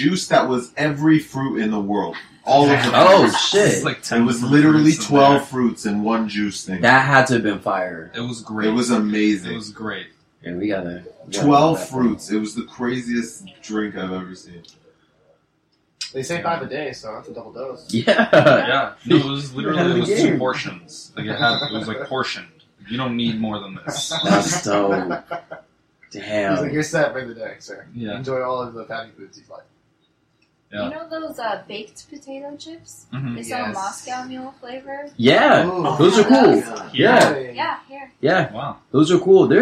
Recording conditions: poor sound quality